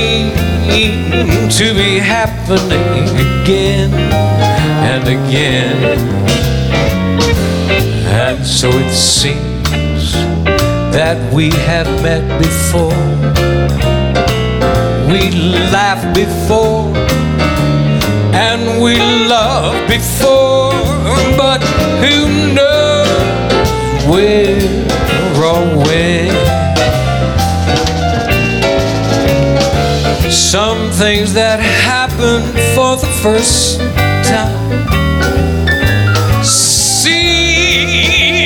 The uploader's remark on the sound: Live at the SouthPoint Casino